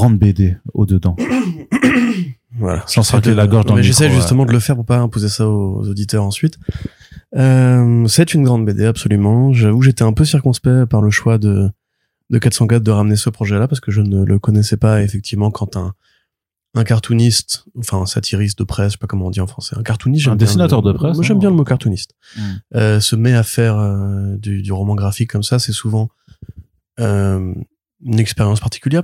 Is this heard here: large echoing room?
no